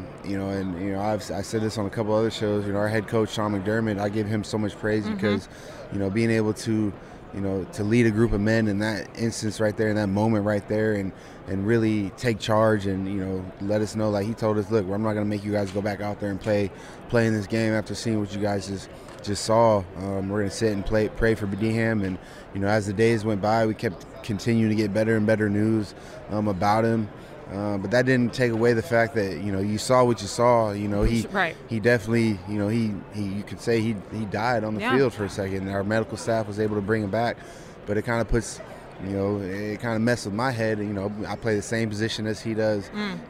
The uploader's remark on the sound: live from Super Bowl LVII Radio Row